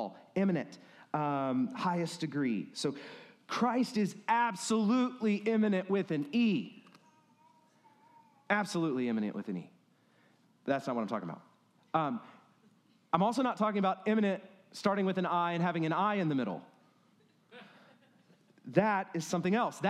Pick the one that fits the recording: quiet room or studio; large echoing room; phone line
large echoing room